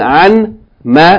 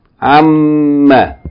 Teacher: the noon here in an, as well as the noon in min, becomes merged into the meme · Shown in: second take · Term: idgham